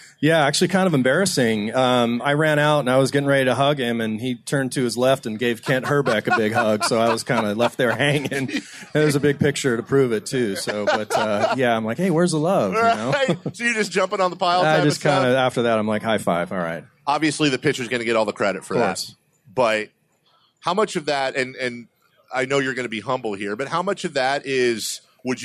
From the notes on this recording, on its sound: Live At Sports Fest.